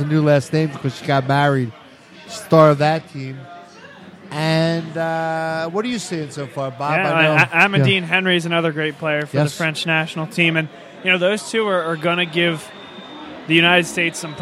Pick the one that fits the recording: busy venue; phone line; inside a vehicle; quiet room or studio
busy venue